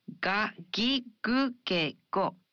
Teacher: In Japanese, you pronounce gu in the initial syllables of words as a voiced gu